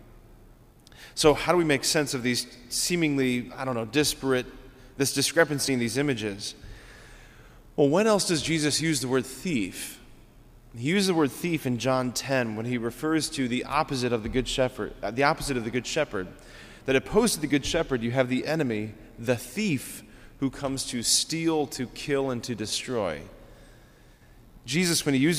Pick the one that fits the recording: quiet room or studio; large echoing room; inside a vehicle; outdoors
large echoing room